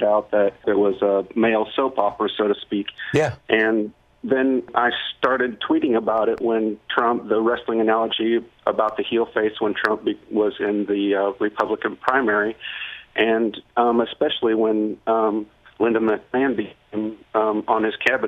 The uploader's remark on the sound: Listeners call